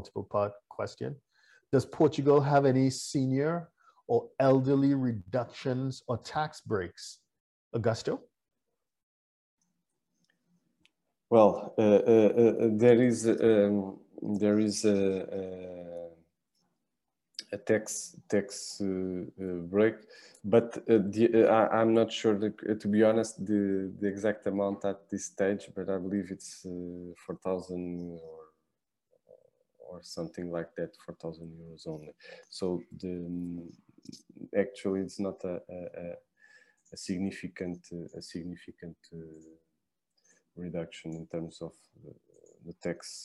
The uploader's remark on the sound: WEBINAR. For those joining us on Zoom.